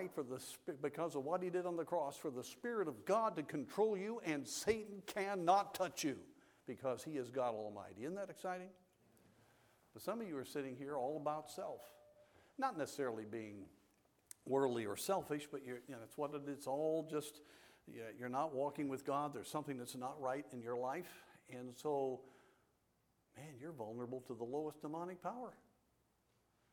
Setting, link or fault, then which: setting, large echoing room